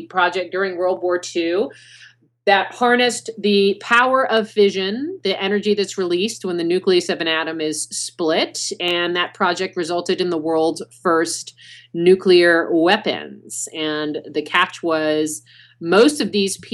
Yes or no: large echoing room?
no